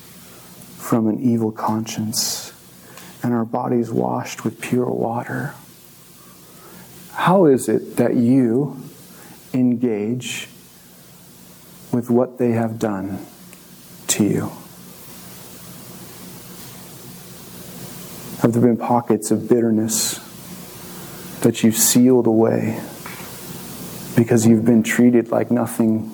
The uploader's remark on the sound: This message was recorded on March 19, 2023, at View Ridge Middle School in Ridgefield, Wa.